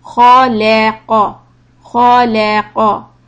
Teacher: خَ and قَ are heavy sounds. Lam in the middle is soft.